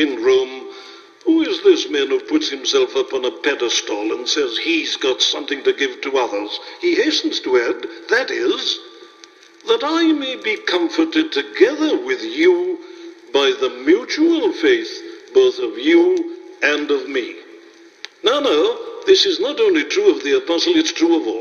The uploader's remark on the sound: Preached this sermon at a Baptist Church in Ohio. It was broadcasted on radio and made into an album.